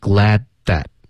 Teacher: 省略的方式最好咬舌尖 glad，这样导致一个干脆的停顿